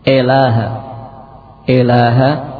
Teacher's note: membaca imalah pada hamzah sehingga menjadi ilaha, ilaha.